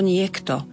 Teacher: Nie, nemáme dôvod vysloviť kto, pretože tu máme za sebou dve spoluhlásky. Niekto, čiže kt, a tam sa spodobovanie nerealizuje.